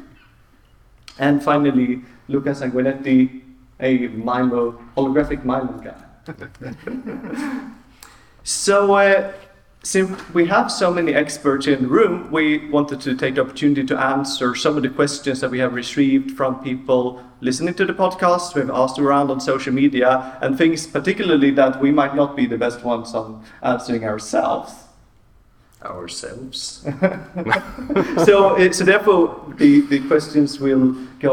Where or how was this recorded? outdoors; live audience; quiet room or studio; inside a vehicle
live audience